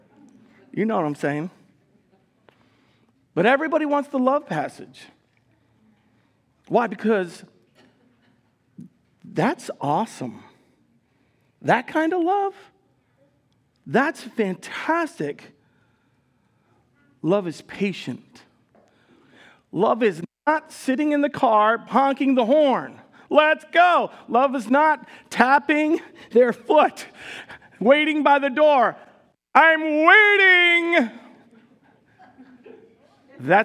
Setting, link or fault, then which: setting, large echoing room